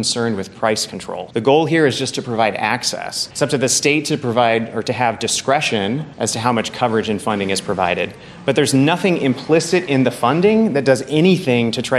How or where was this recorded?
busy venue